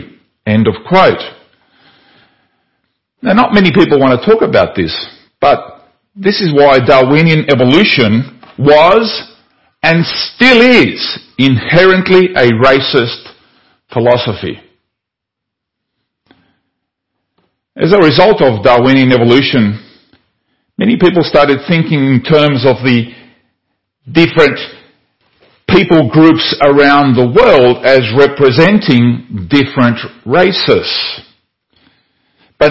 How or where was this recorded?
large echoing room